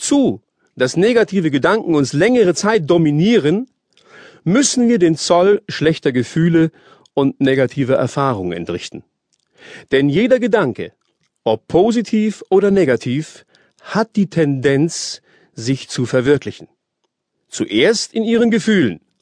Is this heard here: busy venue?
no